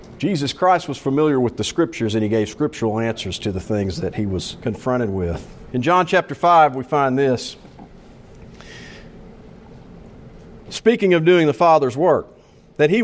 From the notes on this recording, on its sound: Preached during the morning service of the Saturday meeting.